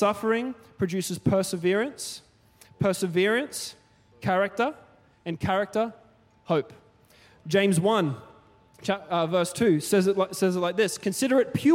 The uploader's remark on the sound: Recorded during our 5pm service on Sunday, the 7th of January 2024